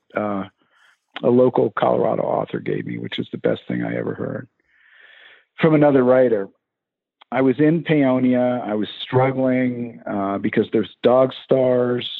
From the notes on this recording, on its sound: Jumped on the phone to talk with me. Joined me by phone, and the interview vastly improves after the first two minutes.